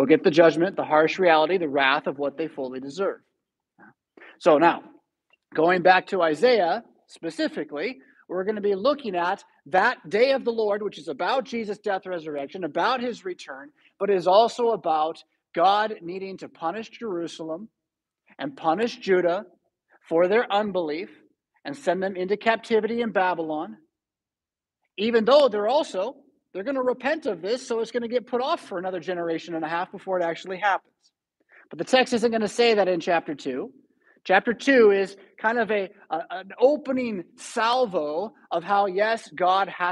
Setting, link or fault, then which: setting, large echoing room